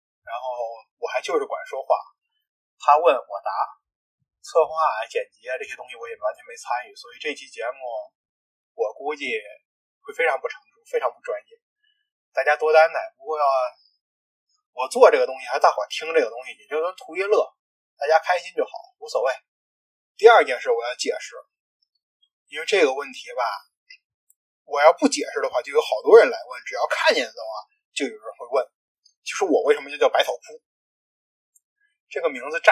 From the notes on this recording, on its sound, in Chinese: 第一次做，本期节目音质不佳。